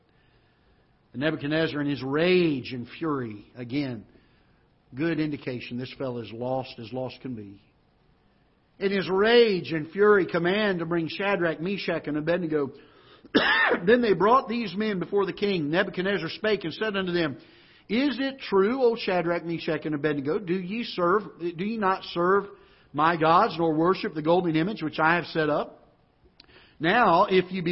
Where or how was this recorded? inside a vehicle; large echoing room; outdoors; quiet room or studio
large echoing room